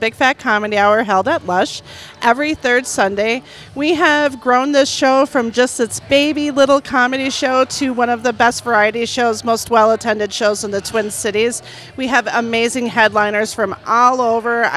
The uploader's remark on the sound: On location at LUSH